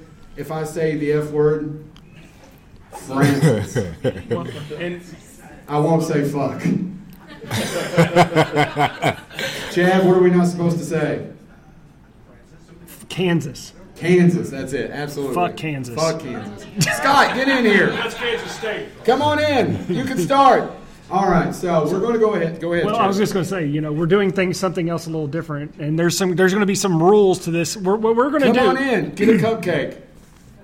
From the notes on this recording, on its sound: Live From Lexington Comic Con 2023